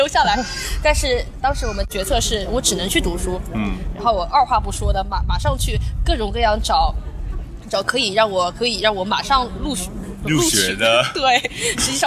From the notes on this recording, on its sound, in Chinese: 户外录音，稍有杂音，多谢谅解